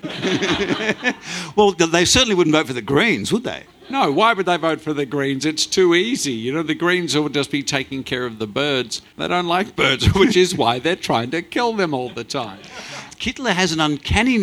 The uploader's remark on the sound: Act 2 of The Festival of Dumb Ideas. On stage at The Harold Park Hotel, on 14th November.